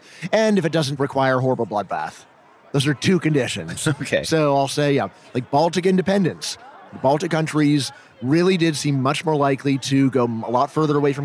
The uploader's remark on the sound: This episode was recorded at FreedomFest 2023 in Memphis, TN.